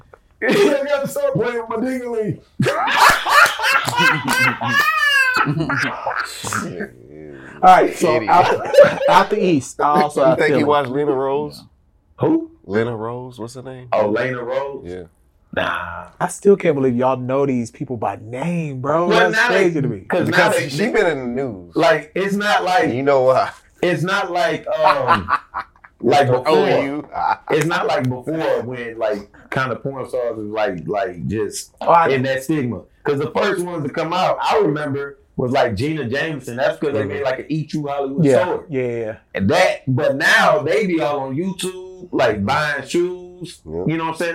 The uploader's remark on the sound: Excuse the poor audio, new mics failed us!